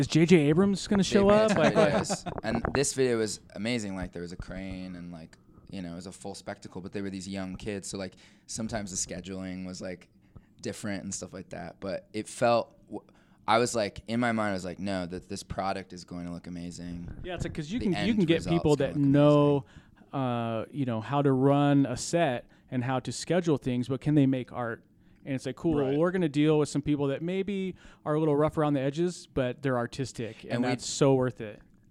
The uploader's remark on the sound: Today's episode is a bonus episode recorded at the LoveLoud Fest. At the LoveLoud Festival in Orem, Utah.